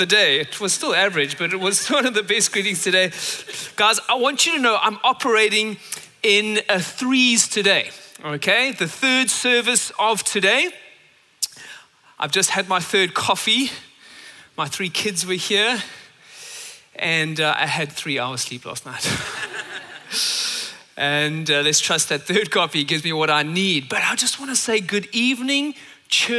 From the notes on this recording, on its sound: at Common Ground Church Rondebosch on the 24th of September 2023